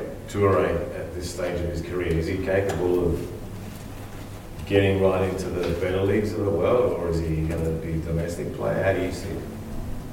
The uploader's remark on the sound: Pre-match press conference. Speak with media at Coopers Stadium ahead of the FFA Cup Final 2019.